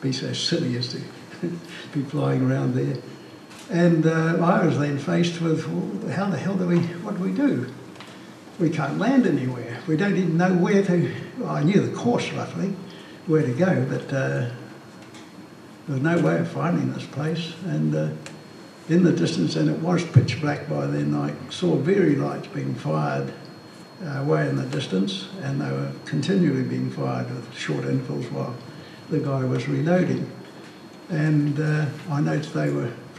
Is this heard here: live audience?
yes